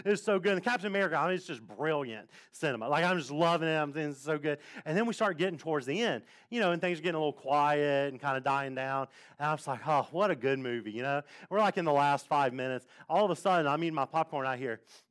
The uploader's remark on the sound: at Impact Church of Fredericksburg in Fredericksburg, VA